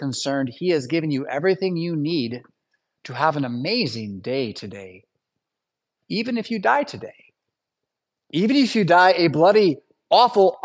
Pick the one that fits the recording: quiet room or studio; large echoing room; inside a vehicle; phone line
large echoing room